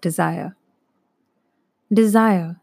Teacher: that soft, unstressed syllable, de, followed by the stressed syllable, sire